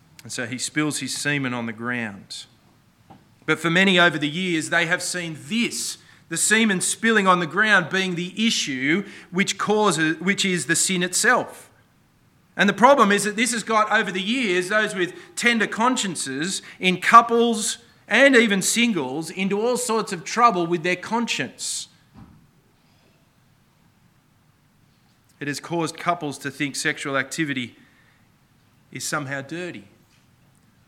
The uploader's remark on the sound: This sermon was preached on the 21st May 2023 at all services of Helensburgh and Stanwell Park Anglican Church.